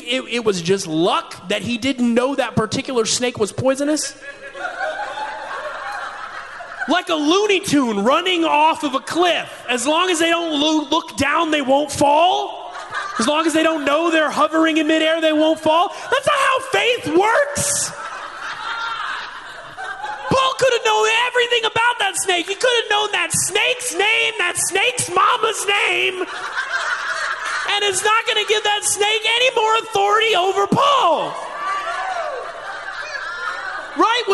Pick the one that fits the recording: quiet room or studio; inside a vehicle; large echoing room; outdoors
large echoing room